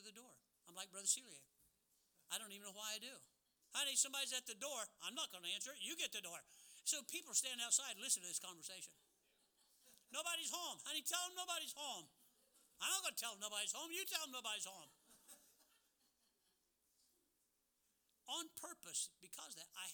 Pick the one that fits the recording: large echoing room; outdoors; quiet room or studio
large echoing room